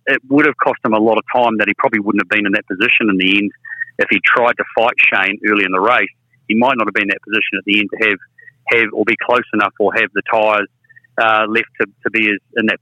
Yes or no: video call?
no